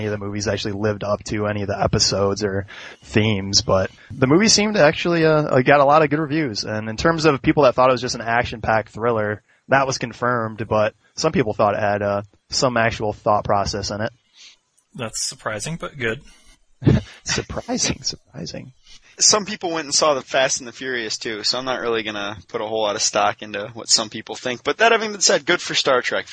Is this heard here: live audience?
no